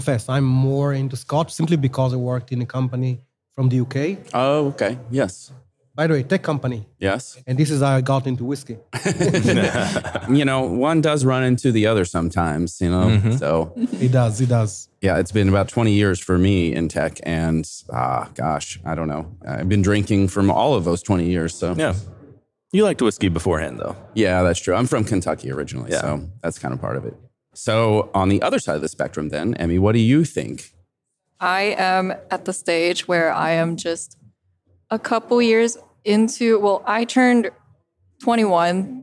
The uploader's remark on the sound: At the RenderATL 2023 conference.